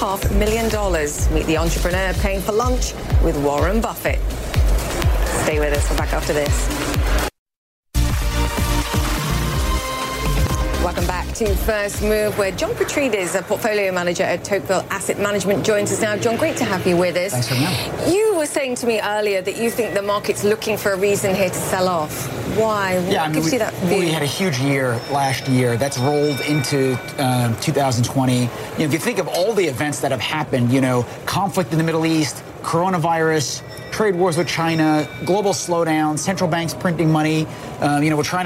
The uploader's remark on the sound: Live from the New York Stock Exchange.